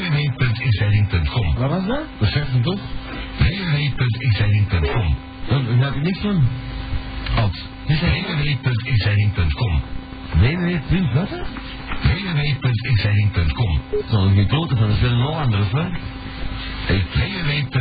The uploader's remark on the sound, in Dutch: De bron van deze opname is een CASSETTE. De audio kwaliteit is vermoedelijk: SLECHT tot NORMAAL.